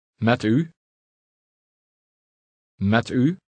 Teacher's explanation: Notice how the two words run together